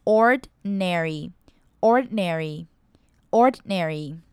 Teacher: 我们可以发很短的 e 的音，ordinary，或是甚至那个 e 的音可以省略